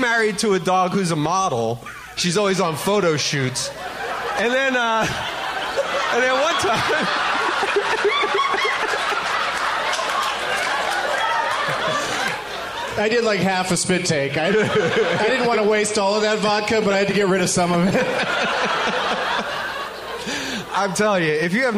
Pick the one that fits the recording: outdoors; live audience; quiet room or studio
live audience